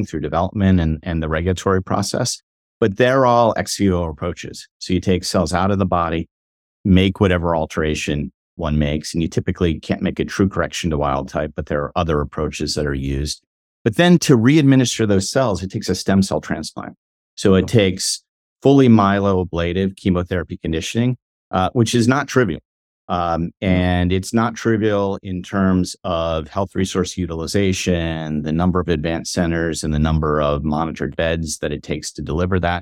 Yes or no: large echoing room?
no